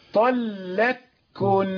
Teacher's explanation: أضغمت القاف إدغاما كاملا في الكاف · Term: إدغام محض